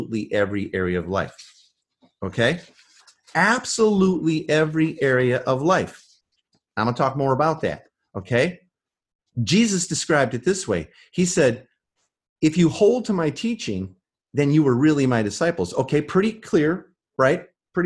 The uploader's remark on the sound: This is the audio from the Live training we did online.